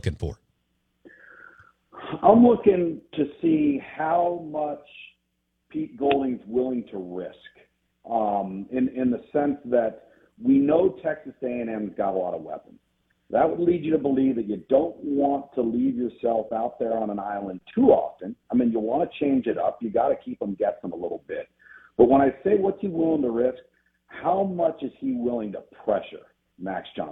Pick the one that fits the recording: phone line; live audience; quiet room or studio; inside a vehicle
phone line